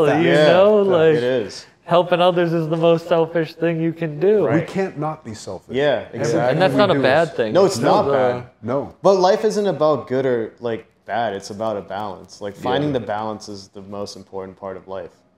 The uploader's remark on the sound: This episode was recorded at Union Coffee in Milford, NH.